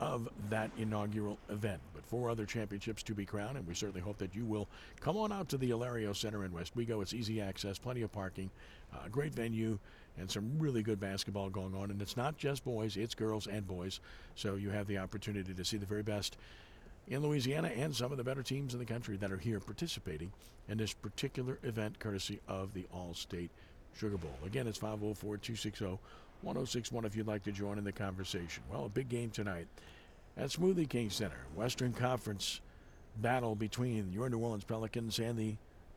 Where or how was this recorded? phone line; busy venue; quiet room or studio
busy venue